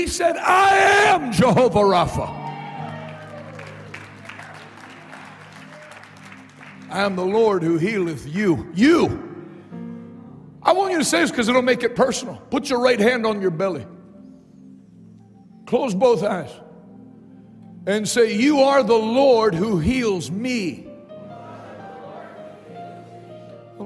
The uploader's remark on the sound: LIVE in Harlingen, Texas: Night 1